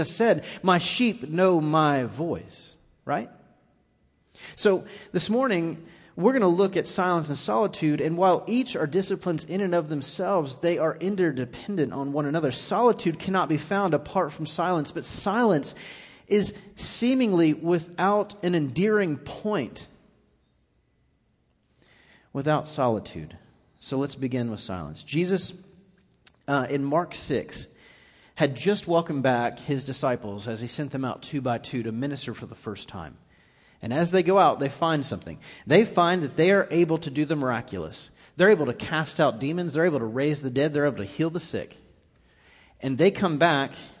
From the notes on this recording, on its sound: Recorded live on 10/14/18 at The Fellowship.